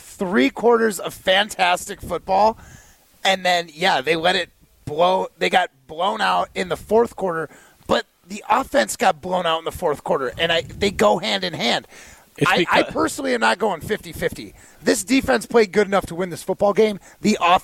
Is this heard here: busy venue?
yes